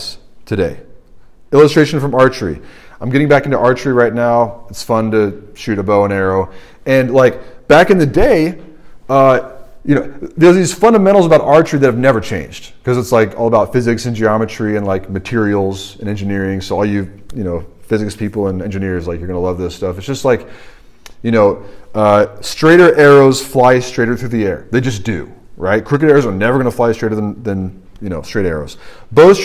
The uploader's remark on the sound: This sermon was preached at the RUF Large Group meeting at Washington & Lee University